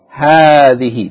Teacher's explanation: In this lesson we learn hadhi, which is the feminine of hadha, and it is pronounced elongating the first syllable, hadhi, but the aleph is omitted in writing.